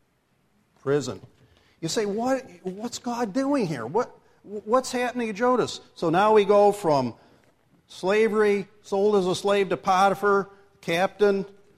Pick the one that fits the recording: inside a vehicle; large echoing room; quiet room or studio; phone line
large echoing room